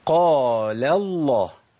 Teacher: أنا عندي القاف مفخمة واللام مرققة في النص